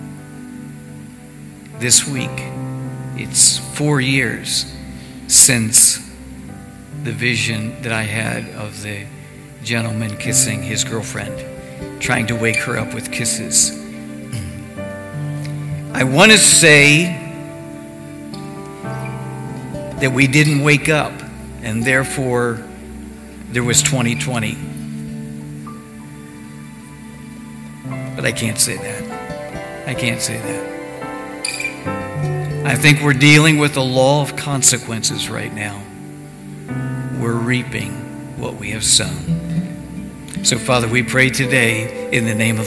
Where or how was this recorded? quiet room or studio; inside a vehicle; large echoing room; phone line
large echoing room